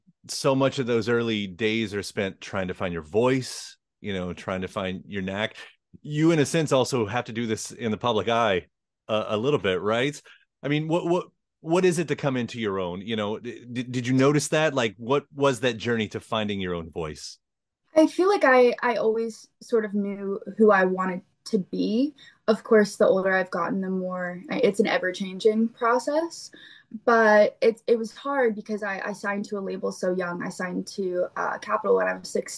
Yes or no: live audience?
no